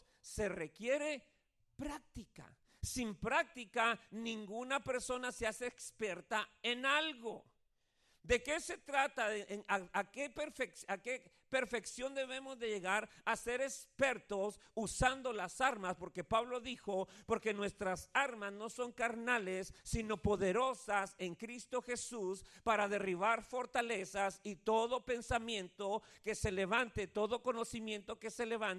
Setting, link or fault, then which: setting, large echoing room